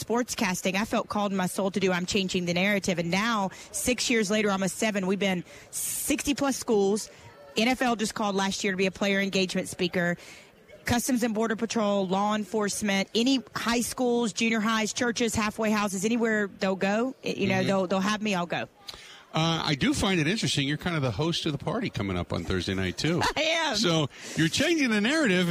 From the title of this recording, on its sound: Live From Radio Row At Super Bowl 57